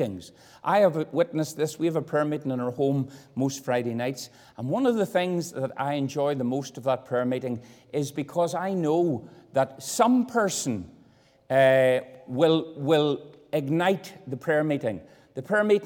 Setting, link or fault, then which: setting, large echoing room